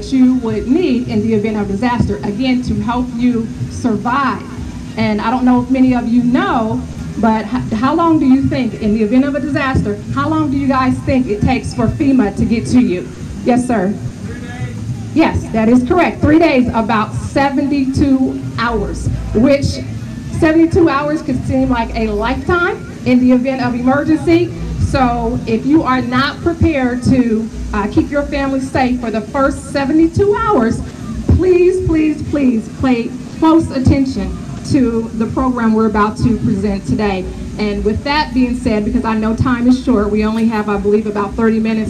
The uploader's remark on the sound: 2nd Annual Knowledge Cypher Lecture Series held at the 11th Annual African American Cultural Festival